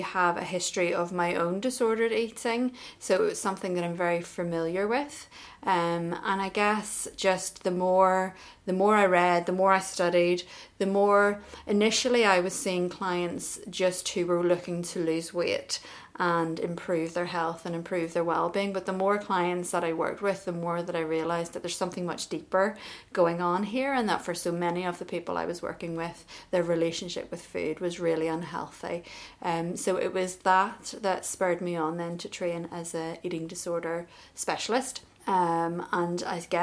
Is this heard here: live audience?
no